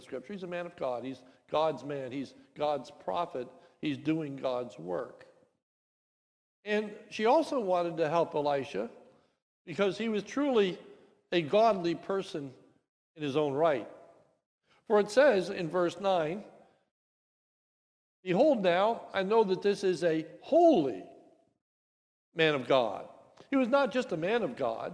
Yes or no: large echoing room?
yes